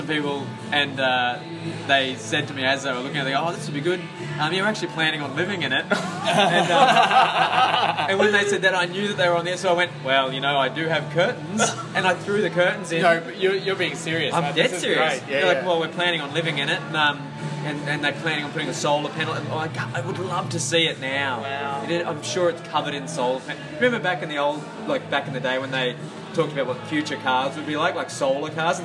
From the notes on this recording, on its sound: Recorded live at Maroochy RSL, Maroochydore QLD.